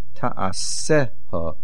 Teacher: Do not leave out the ha ending. The main accent is on the sin, Ta'aseha, but make sure we hear the ha.